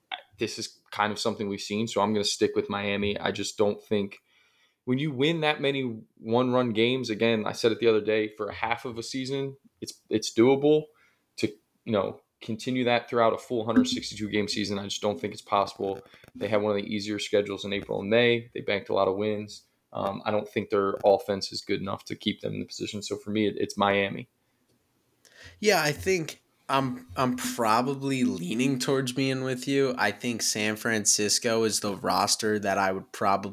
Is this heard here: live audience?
no